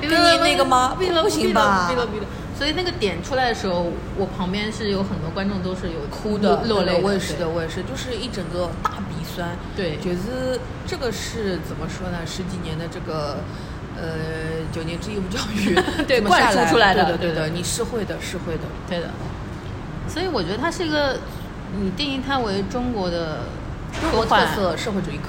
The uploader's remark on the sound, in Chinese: 我们在南丰城露台聊